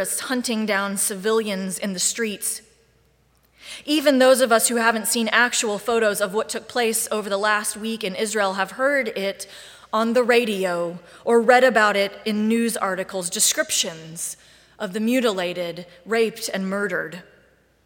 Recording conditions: large echoing room